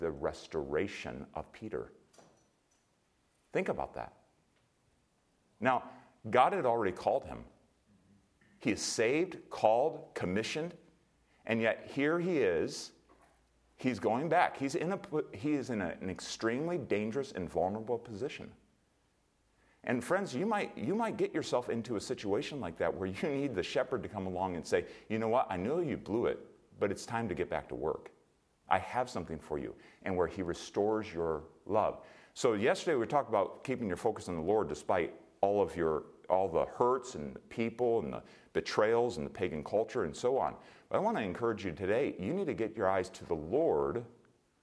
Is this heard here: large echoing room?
yes